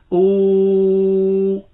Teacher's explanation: لاحظ عدم خروج الغنة مع المد أبدا